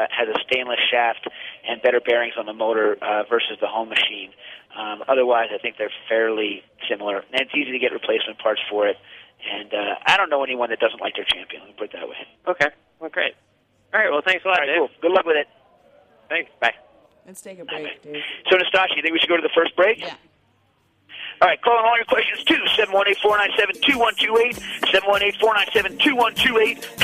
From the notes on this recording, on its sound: Live from Bogota. Cooking Issues goes from Brooklyn to Bogota. A call in show from Columbia.